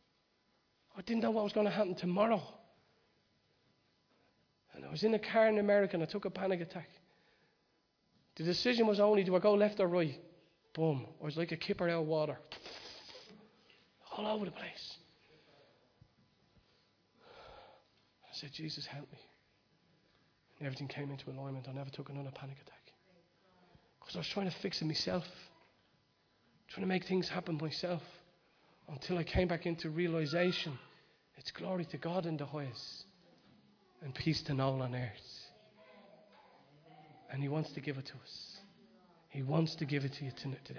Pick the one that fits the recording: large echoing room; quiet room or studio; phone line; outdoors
large echoing room